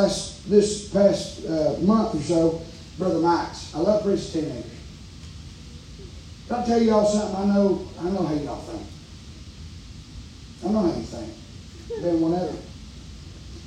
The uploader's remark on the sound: preaching live from Still Water Baptist Church